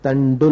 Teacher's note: और त को ट नहीं बोल देना उसके साथ साथ, नहीं तो तंडुल बना दो। तंदुल में से सिर्फ द को ड करना है, त को ट नहीं करना